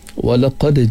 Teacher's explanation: kita baca dengan qalqalah sughra, ada pantulan sikit pada huruf dal yang mati